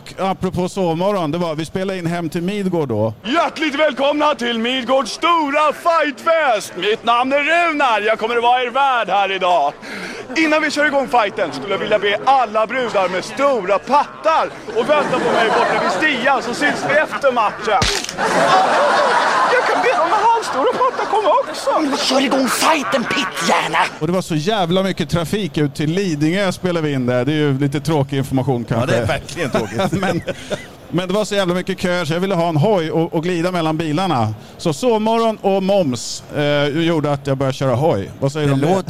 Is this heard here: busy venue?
yes